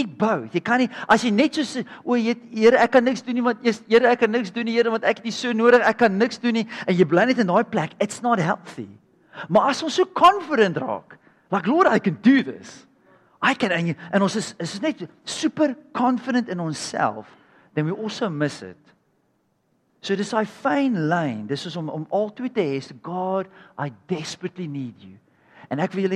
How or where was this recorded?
large echoing room